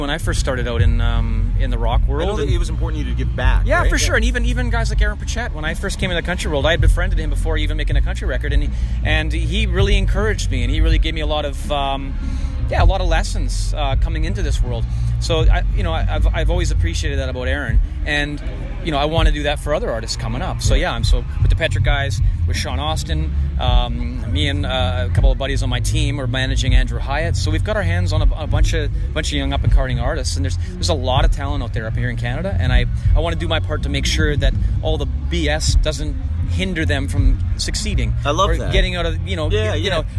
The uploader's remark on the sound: Live from Boots & Hearts